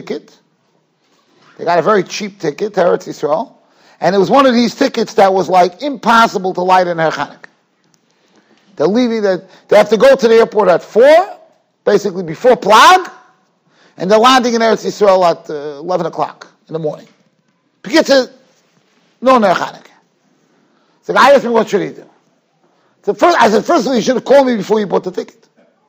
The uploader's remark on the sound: Shiur recorded in Yeshivas Ohr Reuven, Monsey, NY.